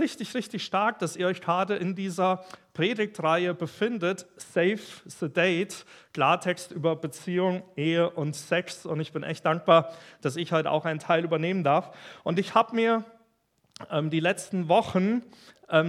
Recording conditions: large echoing room